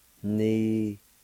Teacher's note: in the second part, right at the very end, the end sound is nasalized